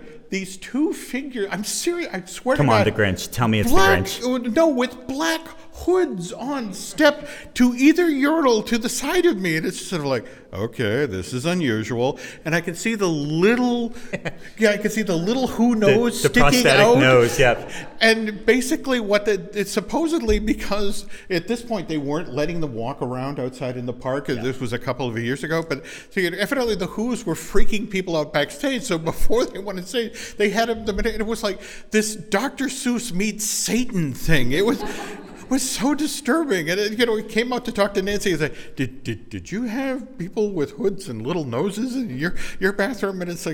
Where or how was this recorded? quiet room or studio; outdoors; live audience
live audience